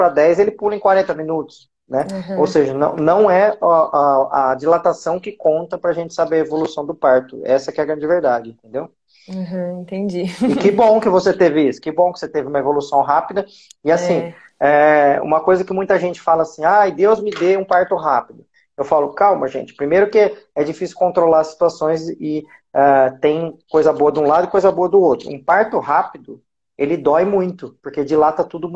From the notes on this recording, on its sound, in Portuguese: Esse podcast é uma live de perguntas e respostas realizada no Instagram